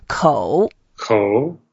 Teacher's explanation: It's a third tone, so we go down first and up, and we make some effort and take our time.